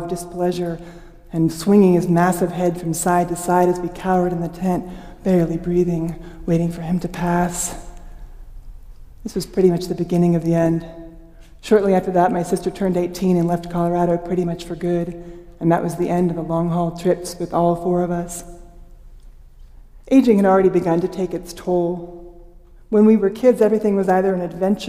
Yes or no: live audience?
yes